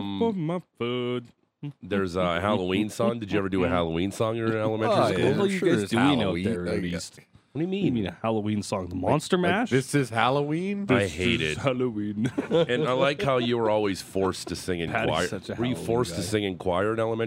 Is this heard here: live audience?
no